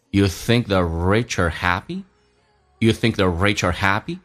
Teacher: rich 跟 happy 强调的更多，所以呢能够突出来。